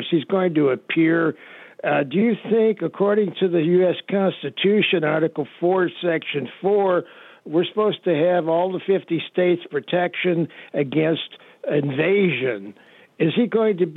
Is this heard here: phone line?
yes